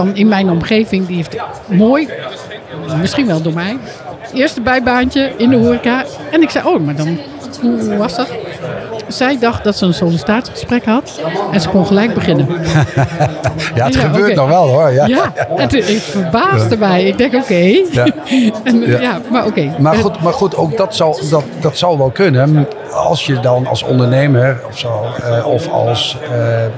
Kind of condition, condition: setting, busy venue